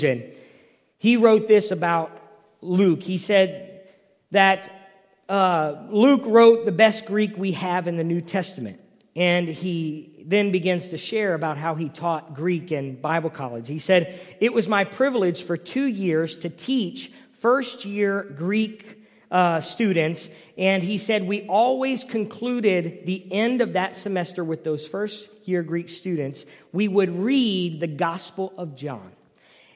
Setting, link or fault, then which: setting, large echoing room